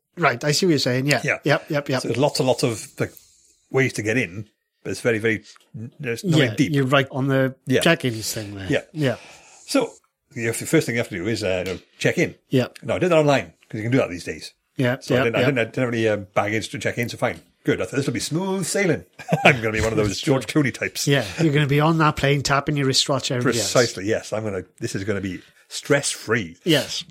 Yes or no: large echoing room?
no